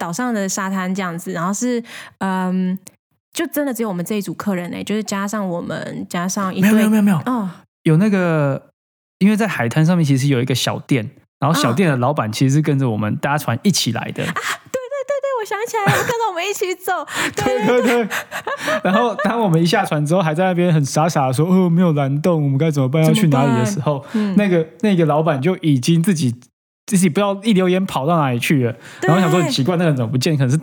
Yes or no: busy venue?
no